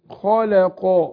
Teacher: الخاء مفخمة والراء مرققة